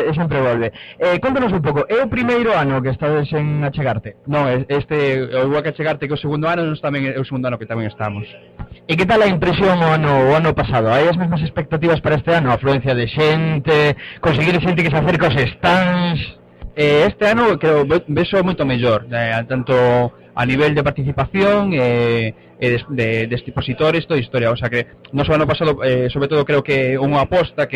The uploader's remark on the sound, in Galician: Emitido en directo dende a feira AchegArte. Este programa, emitido en directo, tivo algúns problemas de son na súa primeira parte, na que se incluiu esta sección.